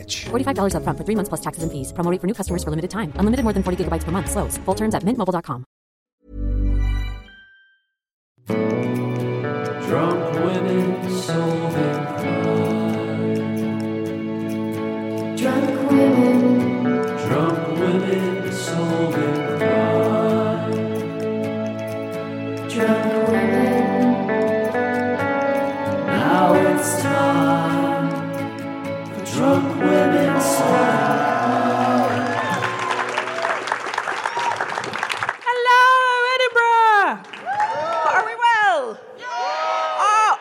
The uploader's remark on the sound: We then hear from a member of the audience